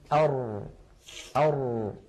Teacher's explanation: وما قيل عن اللام يقال عن الراء، جربوا هكذا أر تجد بأن الصوت لم يجري جريان أش أو أس ولكنه لم ينحبس انحباس أق أو أب